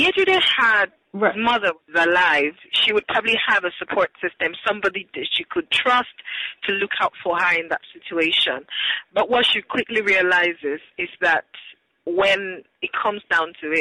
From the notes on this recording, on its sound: joins me on the phone from Lagos, Nigeria